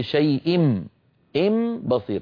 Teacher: هنا صار النطق عبارة عن ميم، نطبق الشفتين على ميم ونجافيهما عن باء · Term: ميما مخفاة